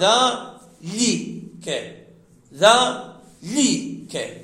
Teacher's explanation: في ذلك ذا لك، ذا لك، التقى ساكنان الألف واللام، هنا لم نحذف، هنا لم يحذف أحد الساكنين، يعني بعبارة أخرى لم نتخلص من التقاء الساكنين بالحذف، وإنما تخلصنا بالكسر، فكسرنا اللام فصار ذا لي ك، ذا لي ك.